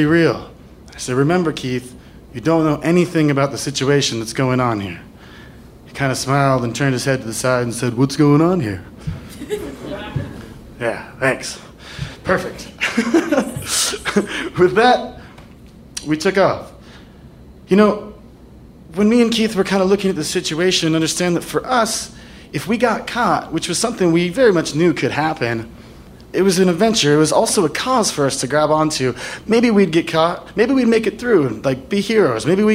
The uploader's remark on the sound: Live From Seattle